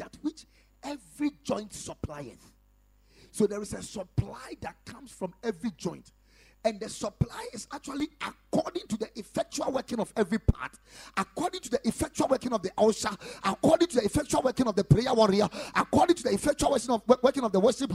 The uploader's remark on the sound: Preached at Ekklesia Chapel